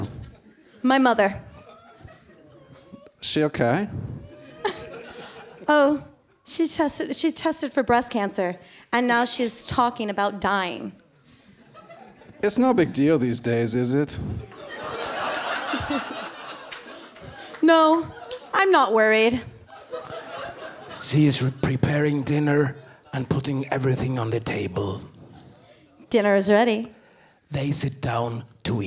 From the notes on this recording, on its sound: In the second part of the episode you will hear the Q&A from the double screening